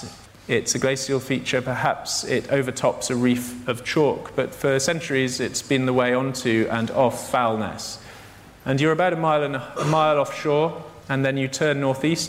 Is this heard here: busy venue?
yes